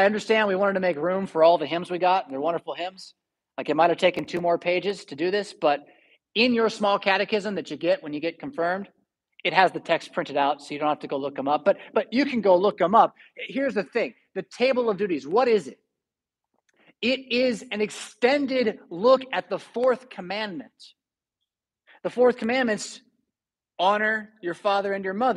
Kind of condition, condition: setting, large echoing room